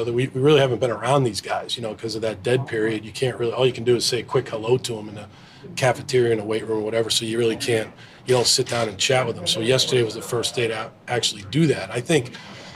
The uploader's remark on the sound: press conference at Gillette Stadium on Tuesday, April 18, 2023